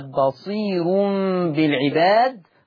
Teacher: فالراء مضمومة وقبلها ياء مادية، ففيها ترقيق الراء وصلا، والكلام ده يختص بورش.